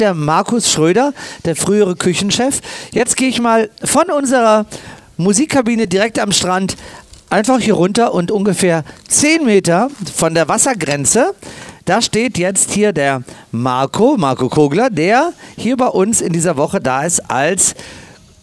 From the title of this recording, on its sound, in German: live am Strand im ROBINSON Soma Bay